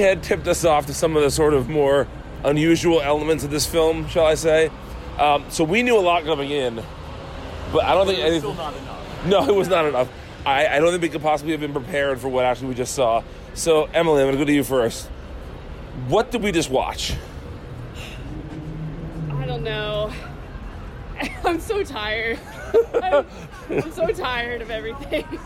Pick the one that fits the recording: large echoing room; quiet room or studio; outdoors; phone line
outdoors